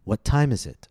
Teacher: The word time is stressed, so I use the aspirated T because the T is coming right before that stressed syllable.